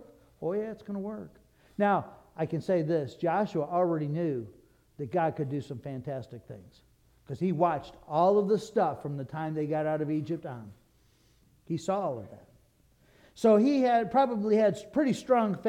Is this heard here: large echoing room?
yes